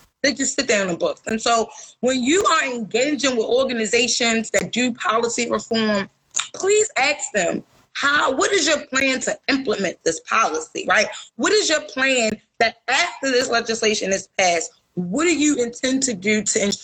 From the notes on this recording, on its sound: live on Instagram